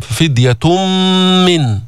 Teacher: أو به أذى من رأسه ففدية، جيب القلقلة، ففدية من صيام، أول شيء إدغام، ففدية من، أدغمنا التنوين اللي هو نون ساكنة في الميم